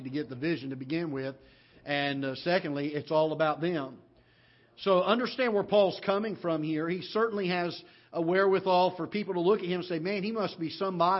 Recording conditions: large echoing room